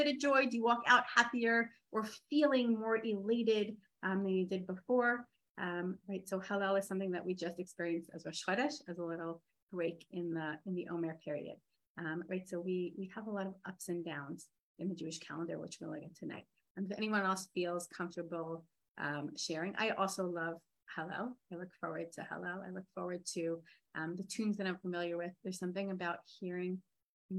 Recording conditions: video call